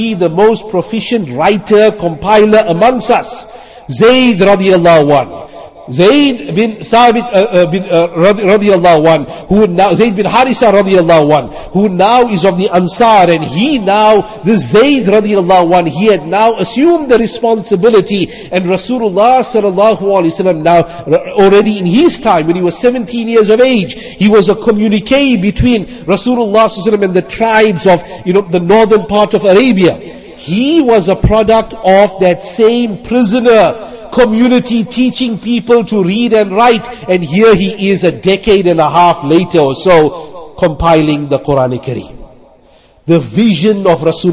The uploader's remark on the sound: Jumuah lecture at Avondale Musalla 13 Jan 2023